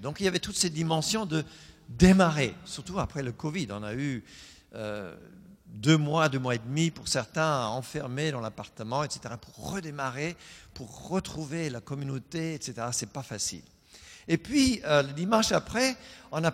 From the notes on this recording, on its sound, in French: Enregistré à l'église CVV, le 04/10/2020